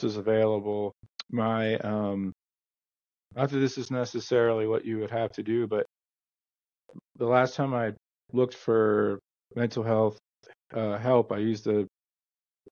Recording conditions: drop-outs